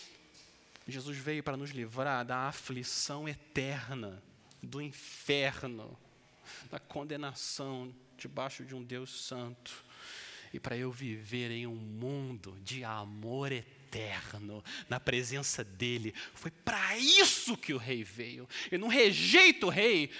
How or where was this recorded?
large echoing room